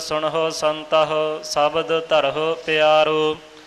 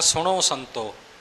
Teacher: ਆਪਾਂ ਹਾਹੇ ਅੱਖਰ ਦਾ ਉਚਾਰਨ ਬੜਾ ਹੀ ਘੱਟ ਕਰਦੇ, ਛੱਡ ਹੀ ਦਿੱਤਾ ਹੈ · Shown in: second take · । ਜੇ ਕਰਹਿ ਪਾਠ ਹੈ ਤਾਂ ਉਹਨੂੰ ਕਰੈ ਜਾਂ ਕਰੇ ਕਹਿ ਜਾਣਾ।